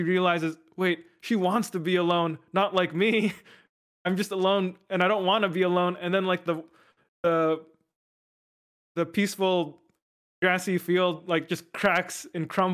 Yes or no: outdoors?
no